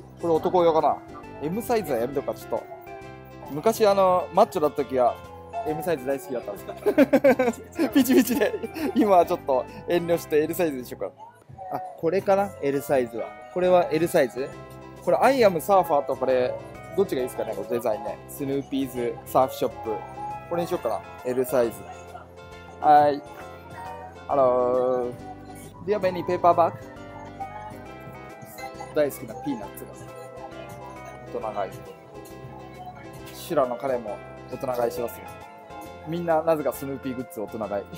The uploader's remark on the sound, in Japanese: 実際のオアフ島縦断ドライブシーンも1時間を2分半に短縮して収録